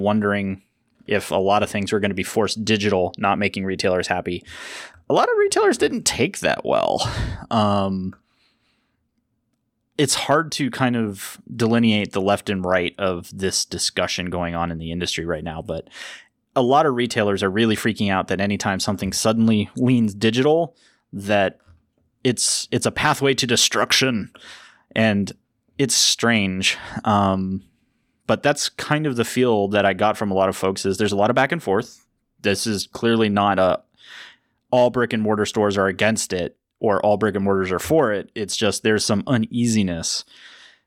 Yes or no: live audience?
no